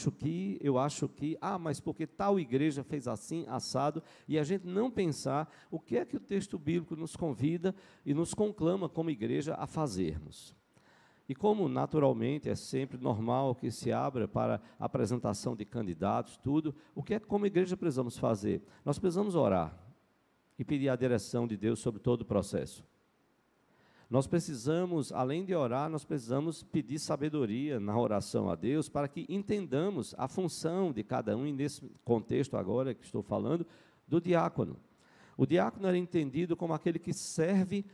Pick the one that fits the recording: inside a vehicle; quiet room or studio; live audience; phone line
live audience